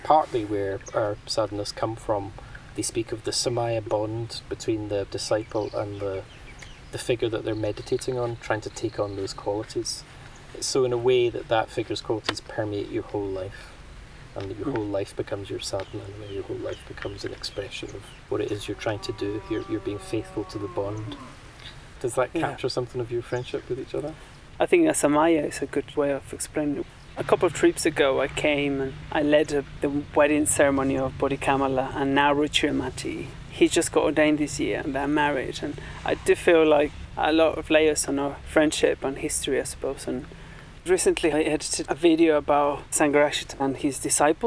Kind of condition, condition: setting, outdoors